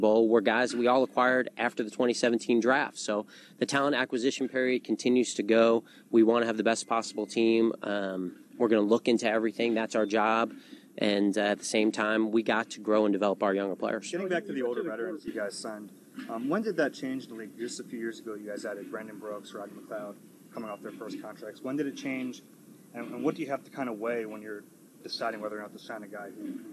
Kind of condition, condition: setting, busy venue